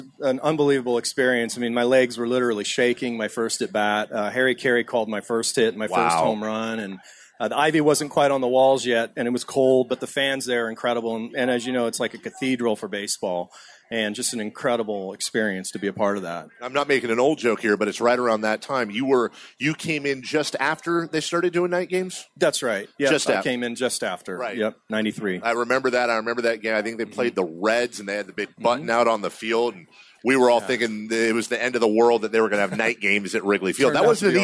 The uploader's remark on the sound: Live At Sports Fest